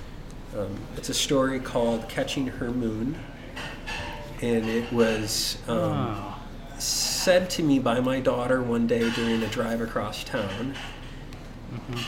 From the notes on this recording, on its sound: Live at Daly's.